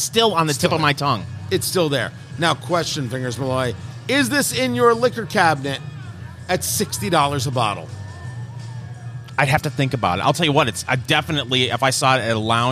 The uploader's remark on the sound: Recorded live at Blend Bar Cigar in Indianapolis, IN.